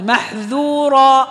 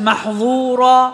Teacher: فالذال والظاء متفقان في المخرج من طرف اللسان مع أطراف الثنايا العليا، ويختلفان في الصفة، فالذال فيها استفال وانفتاح، والظاء فيها استعلاء وإطباق، فنعطي الذال حقها من الانفتاح.